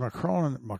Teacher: the N is silent, sort of. It's got a nasal sound to it.